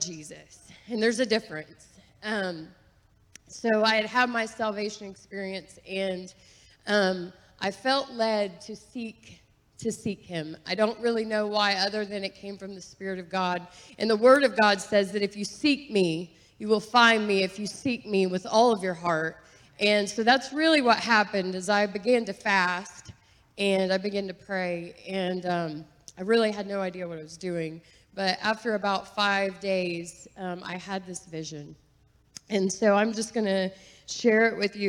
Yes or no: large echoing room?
yes